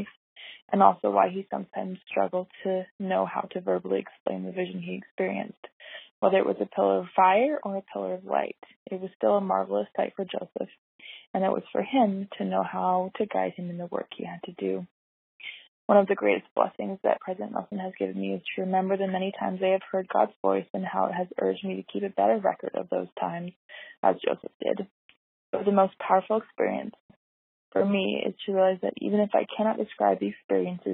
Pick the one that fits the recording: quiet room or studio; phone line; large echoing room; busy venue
phone line